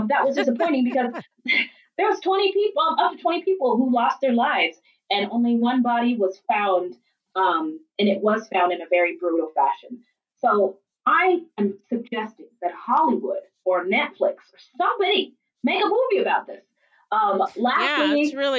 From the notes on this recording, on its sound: Please forgive us on the sound this week. We are almost done working out the kinks but not completely out of the woods at the time of this recording. Got a new mic.